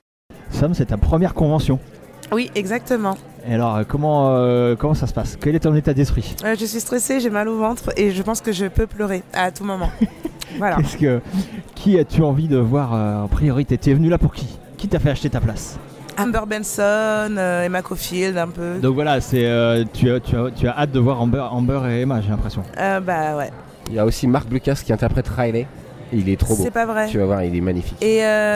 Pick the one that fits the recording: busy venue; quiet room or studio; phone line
busy venue